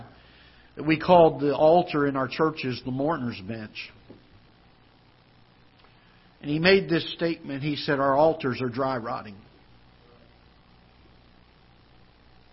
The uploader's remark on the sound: Ketha Heights Baptist Church ~ Live Broadcast